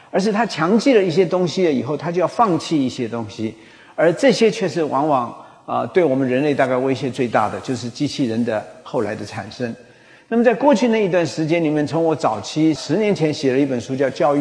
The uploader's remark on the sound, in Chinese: 高雄新書演講會現場錄音